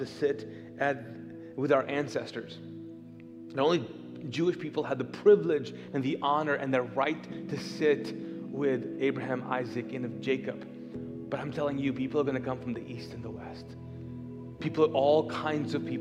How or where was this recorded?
large echoing room